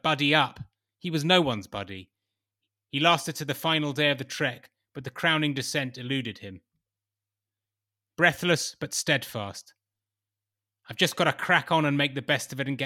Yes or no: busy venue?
no